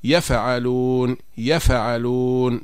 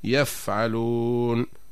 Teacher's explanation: ضرورة الحذر والاحتراز من قلقلة الفاء إذا كانت ساكنة · Shown in: second take